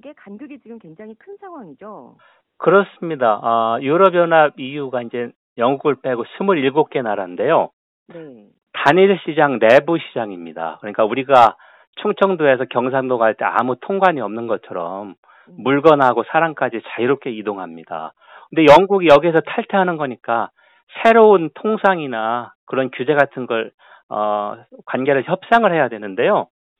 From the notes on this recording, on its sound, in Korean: YTN라디오, 세계를 만나는 시간 전화 인터뷰.